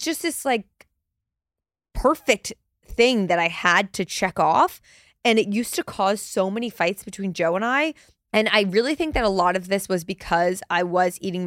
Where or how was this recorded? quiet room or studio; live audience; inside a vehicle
quiet room or studio